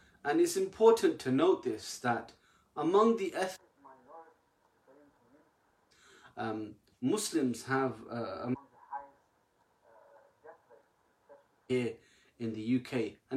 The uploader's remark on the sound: The first 6 minutes sound is low